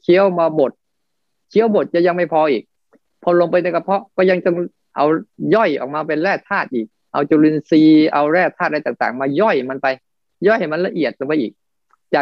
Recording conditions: video call